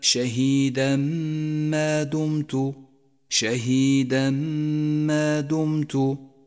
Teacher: والواجب هنا أن نسقط التنوين من اللفظ وأن نشدد حرف الميم الذي بعده وأن نقف على الميم بغنة زمنها حركتان · Term: الإدغام بغنة